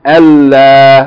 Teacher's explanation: When it's followed by la for negation for the mudari verb, you put it together and you say, instead of n la, the noon with sukun is merged into the lam, which takes shadda, it becomes alla.